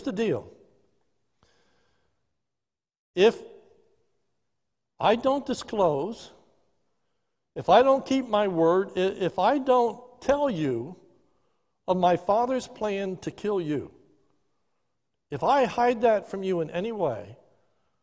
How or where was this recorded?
large echoing room